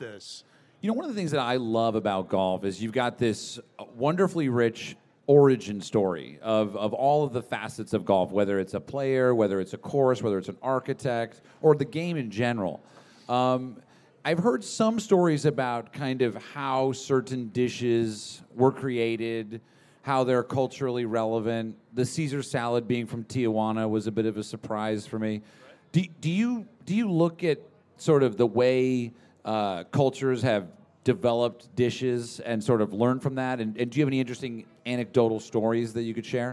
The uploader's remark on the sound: LIVE from the Chase Sapphire Cardmember Club. Have a LIVE conversation about food, golf, passion and finding creative inspiration.